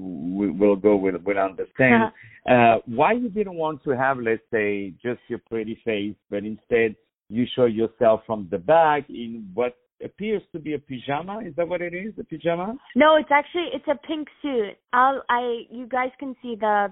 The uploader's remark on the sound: On the phone